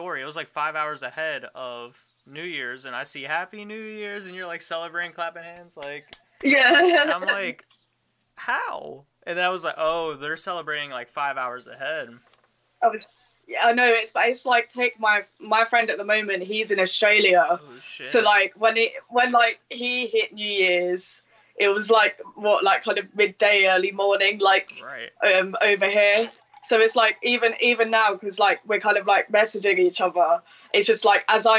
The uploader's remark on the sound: Sorry for the audio issues.